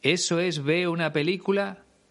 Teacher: se come la R en el infinitivo de un verbo. Creo que dice, eso es ver una película, en vez de, eso es ver una película.